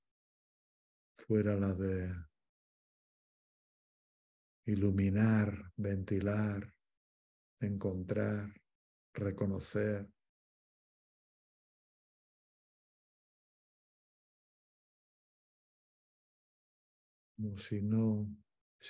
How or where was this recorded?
video call